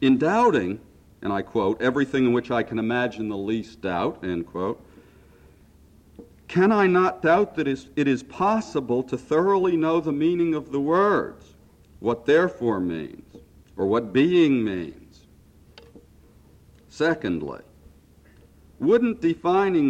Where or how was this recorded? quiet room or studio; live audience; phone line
live audience